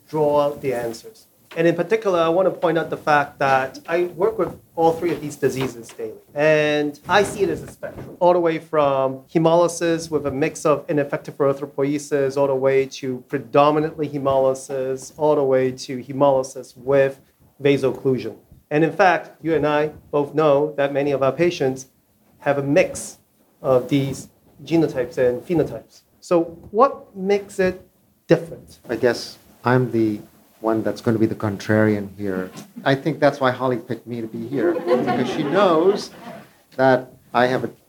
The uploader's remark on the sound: LIVE in New Orleans. We're LIVE from New Orleans, Louisiana! Listen to our live podcast panel featuring members of the sickle cell, pyruvate kinase deficiency, and thalassemia communities and leading KOL's in each field.